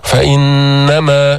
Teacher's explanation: فإنما، نون مشددة، غنة قوية بمقدار حركتين